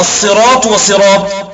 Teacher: الإشمام خلط صوت الصاد بصوت الزاي فيمتزجان فيتولد بينهما حرف ليس بصاد ولا زاي